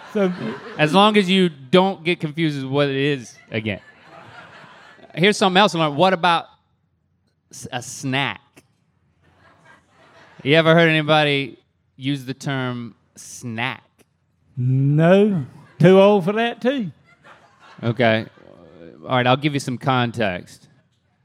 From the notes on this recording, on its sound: We’re live at MythiCon!